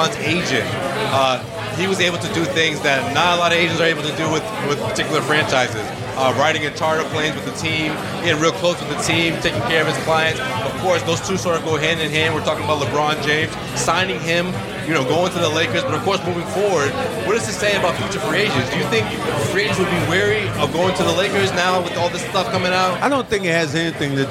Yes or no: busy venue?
yes